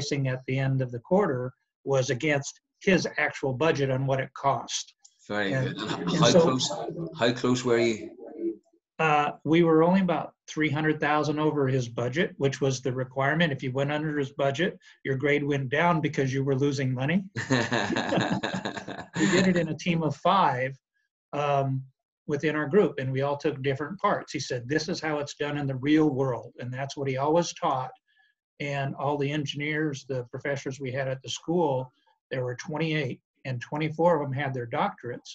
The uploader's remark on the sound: This is the zoom interview. From Dallas, TX.